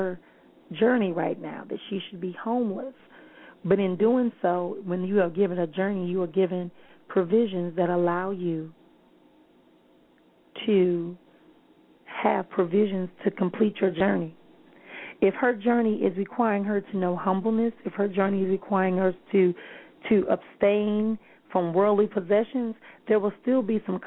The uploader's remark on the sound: callers may call in with questions